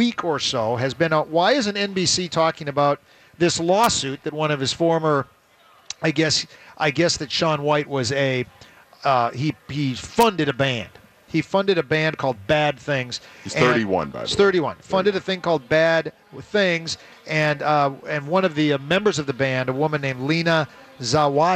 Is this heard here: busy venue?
yes